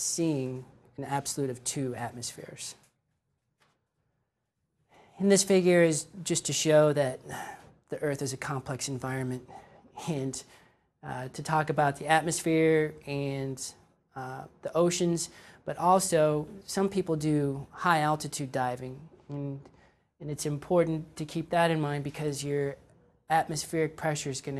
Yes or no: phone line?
no